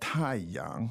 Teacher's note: Now, fourth and second tone.